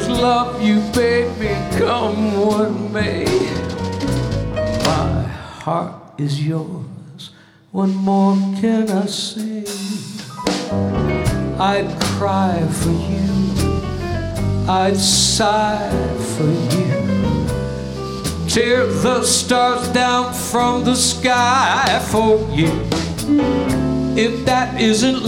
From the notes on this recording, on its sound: Live at the South Point Casino